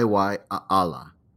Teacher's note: Vi, like Count Dracula saying Y, followed by a glottal stop, then Allah, like the French Allah, blended at the end with an unsure eh.